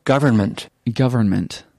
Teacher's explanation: You can hardly hear the N.